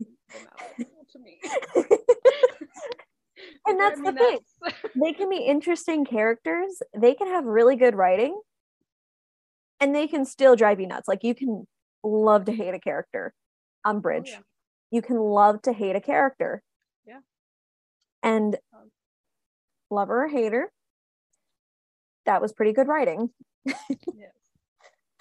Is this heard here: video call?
yes